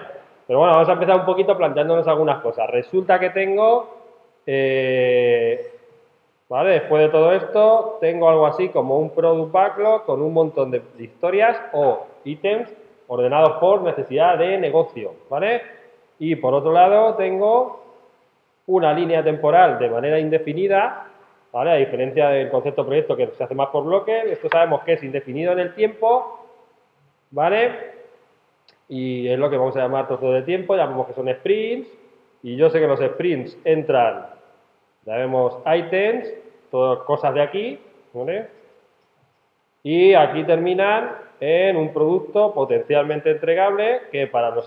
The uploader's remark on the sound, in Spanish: Grabado en una clase